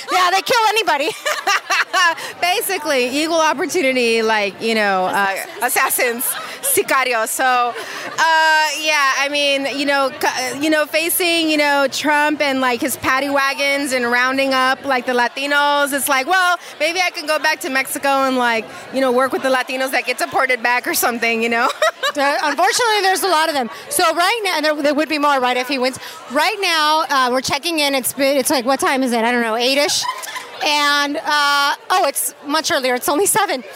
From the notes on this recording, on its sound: These two #traveisas bring a mic to an election night party in #DTLA and speak to #Latinas a they watch the election. We also join the #DrugPolicyAlliance at their #Prop64 victory party.